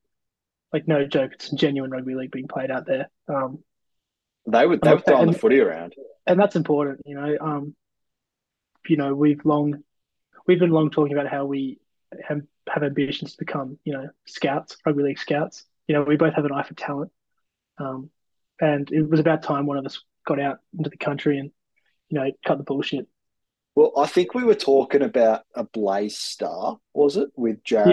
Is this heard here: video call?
yes